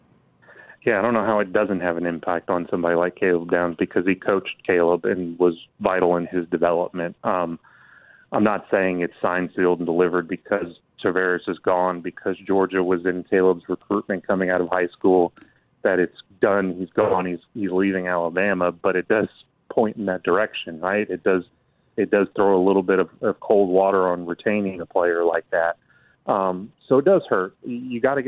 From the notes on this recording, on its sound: We continue taking your phone calls on this very special Martin Luther King Day, holiday.